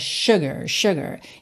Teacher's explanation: Então, o S vai ter um som de SH. E o U, aquele som que eu brinco que é o som bobo, né?